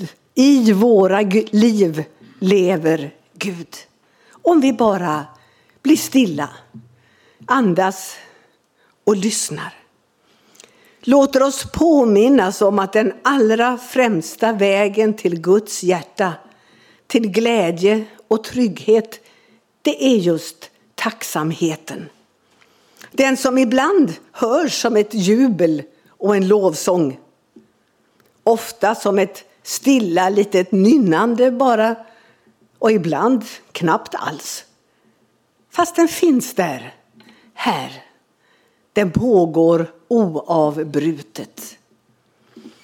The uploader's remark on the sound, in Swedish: Inspelad under gudstjänst i Equmeniakyrkan Väte